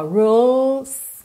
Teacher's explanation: Atenção que como a letra E não é pronunciada, você já parte do L, que a linguinha está lá no céu da boca, ó, rules, pro S, tá?